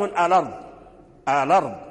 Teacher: يحذفها الهمزة من إذا يعني كانت الهمزة ووقع قبلها لام التعريف، فورش يحذف هذه الهمزة ويحرك لام الساكن بحركتها · Term: حذف الهمزة